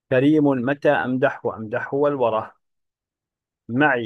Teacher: فإن في قوله أمدحه ثقلا ما، لما بين الحاء والهاء من التناقض مع تكرارها. كريم متى أمدحه، أمدحه، يعني كلمة فيها ثقل، واجتماع أمدحه مرتين فيها ثقل آخر.